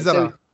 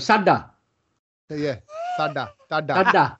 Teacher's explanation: the Z is meant to be pronounced with a TH. And the R is meant to be said as a D · Shown in: second take